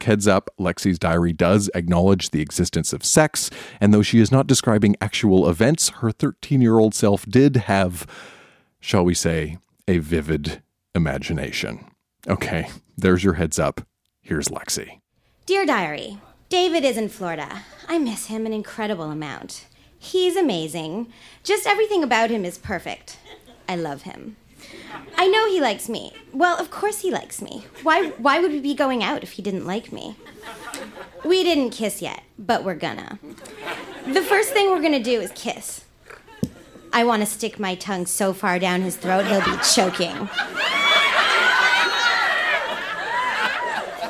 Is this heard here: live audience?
yes